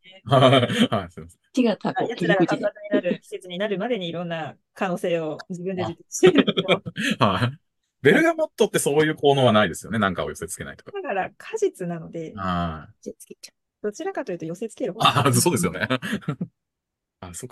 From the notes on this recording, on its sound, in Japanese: 毎月１回、ZOOMで集まってお話ししています。